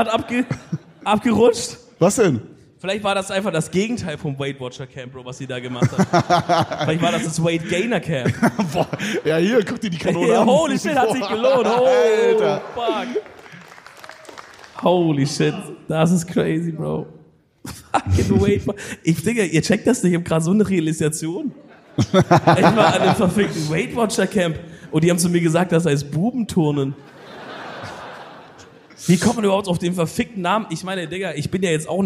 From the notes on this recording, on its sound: EDELTALK LIVE. Köln 2023.